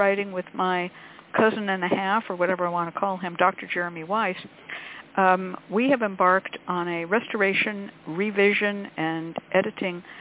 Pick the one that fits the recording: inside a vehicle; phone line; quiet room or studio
phone line